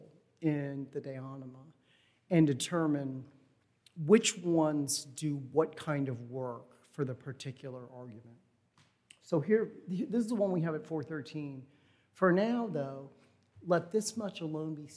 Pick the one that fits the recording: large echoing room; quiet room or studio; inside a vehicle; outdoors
large echoing room